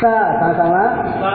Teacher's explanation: Ujung lisan antara gigi atas dan bawah.